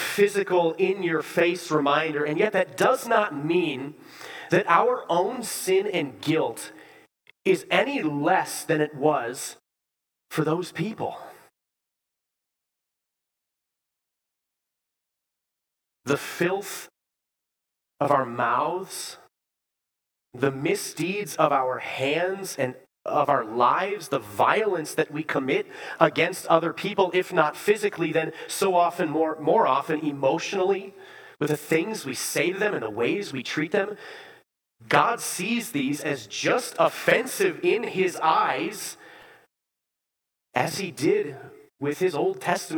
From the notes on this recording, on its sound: Preached this sermon at Bethany's Sunday worship. Bethany, Appleton, WI.